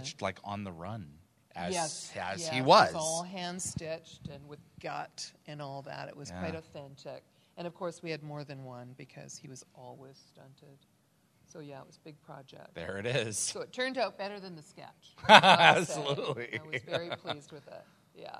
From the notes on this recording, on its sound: Please note, as this was a LIVE, on-site event with a slideshow presentation, this episode is not optimized for an audio podcast. LIVE from the Gatecon stage to take us through a slideshow.